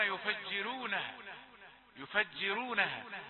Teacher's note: يفجرونها، لأن الراء قبل الكسر قبلها كسرة، يفجرون، وهذه رواية ورش، هو يقرأ ويتبع الراء المضمومة هذه إلى حركة الجيم المكسورة قبلها · Term: مرققة